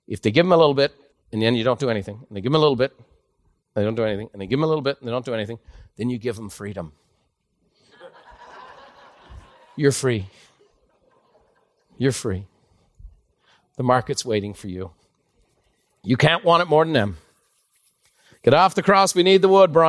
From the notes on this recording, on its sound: A live recording from Buffini & Company Peak Experience.